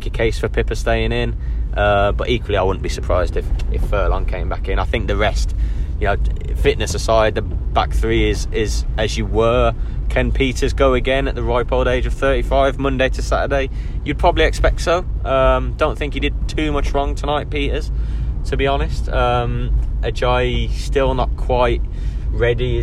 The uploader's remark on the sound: In this ramshackled, patched together poddy recorded on the journey back from the CBS Arena.